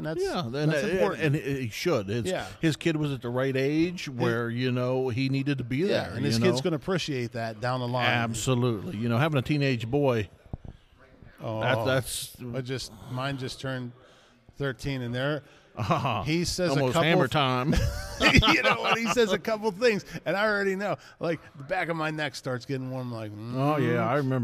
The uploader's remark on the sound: Live at the Conference! Records live during the Midwest Conference on Masonic Education!